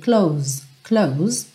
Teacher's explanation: Você fecha nesse S, que acaba tendo um som um pouquinho mais próximo de um Z